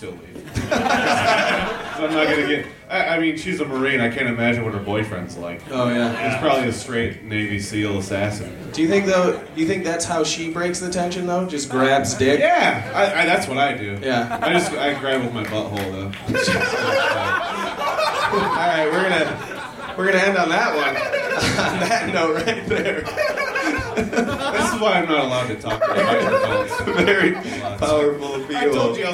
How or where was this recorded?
live audience